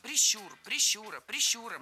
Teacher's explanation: Всегда ударение в этом слове ставим на второй слог.